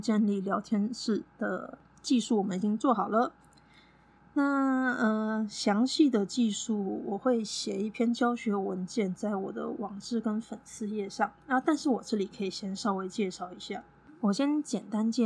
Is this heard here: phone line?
no